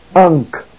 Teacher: When a gamma and ki come together, the first gamma forms an N sound.